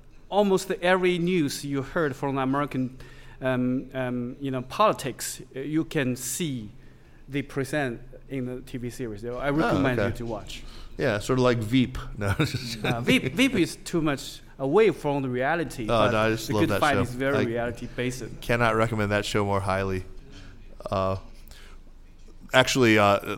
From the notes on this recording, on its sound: This week's podcast was recorded at the Caixin "Talking China's Economy: 2019 Forecasts and Strategies" conference in Chengdu in April.